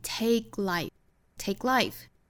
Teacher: take 的 k 的发音呢，我们做不完全爆破，也是一个爆破音加上一个非爆破音